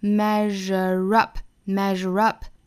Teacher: 发成一个浊辅音 r 的感觉注意 r 一定要卷舌 r measure 和 up 连读 measure up, measure up, 加一个小小的 r 的发音当然英音是加 r